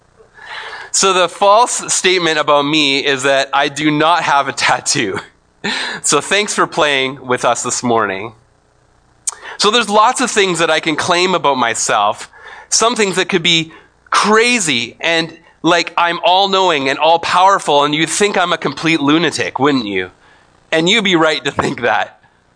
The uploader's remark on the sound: speaks at SouthRidge Fellowship, a Langley church.